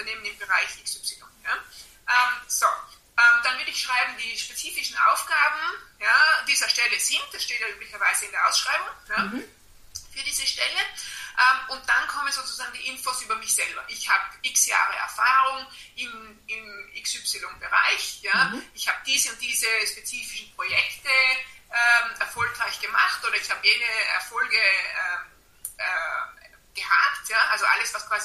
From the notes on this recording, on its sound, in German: in einem LinkedIn Audio Live getroffen